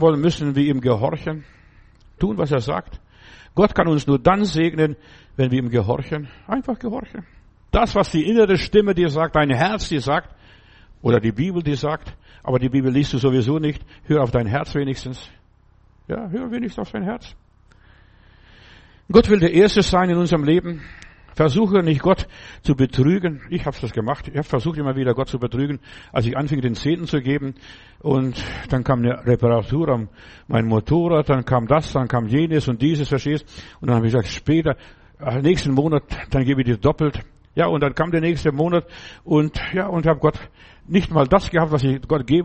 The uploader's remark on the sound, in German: im Gemeinde-Zentrum in Berlin aufgenommen